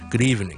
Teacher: 系一个好弱嘅音，但系咧我中间咧个声带震动系连住嘅 · Term: V 音